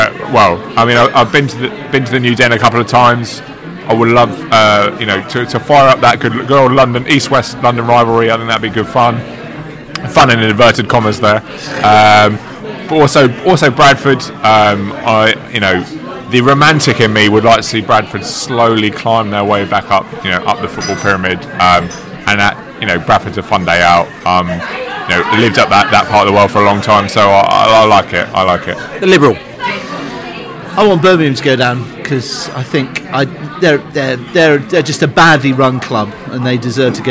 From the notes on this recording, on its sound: Pre-match podcast from the pub. Fans in the pub post QPR.